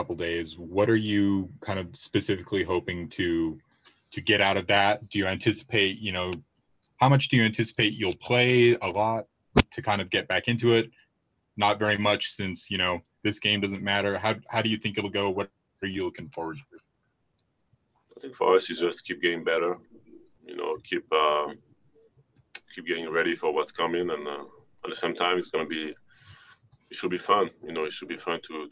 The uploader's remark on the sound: talked to the media via Zoom conference after practice